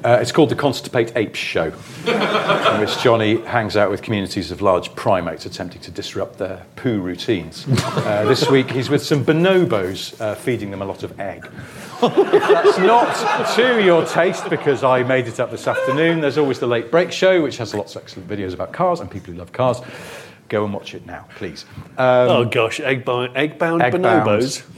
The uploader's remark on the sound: In the second live recording from Bristol. Answer audience questions.